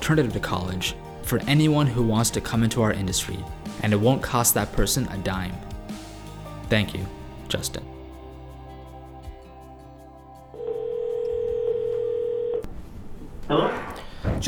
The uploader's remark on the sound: a phone call I had with him